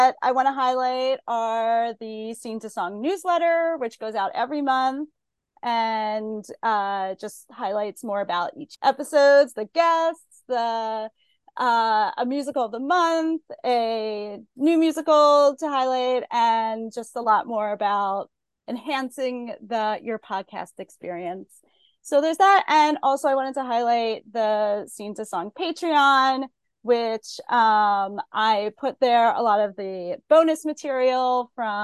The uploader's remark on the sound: This discussion was held live on Sunday, December 17th on Scene to Song’s Facebook page, and was recorded for this podcast almost in its entirety.